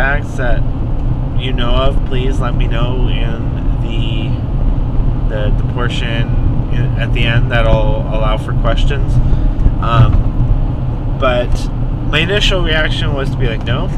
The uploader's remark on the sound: Just a small compilation of nerdy musings, thoughts, rants and other things I collect on my voice recorder in my car while I'm commuting.